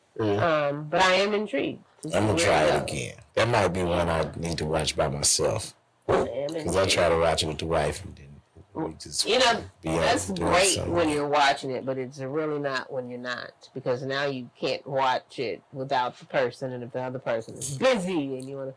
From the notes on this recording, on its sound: SORRY FOR THE BAD AUDIO. WE HAD TECHNICAL DIFFICULTIES.